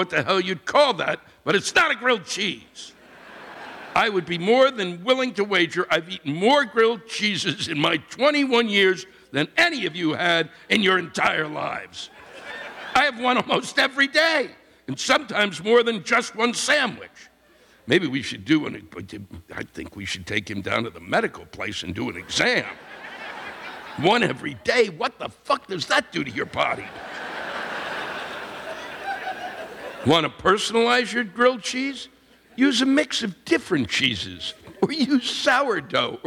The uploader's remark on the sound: This week’s live rants come from the Hippodrome Theater in Baltimore, Maryland.